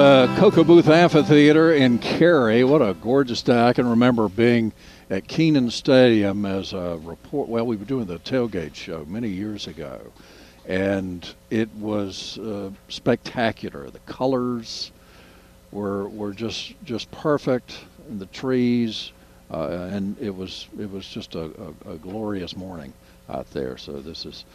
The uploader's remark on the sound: Broadcasting live from the NC Wine Festival.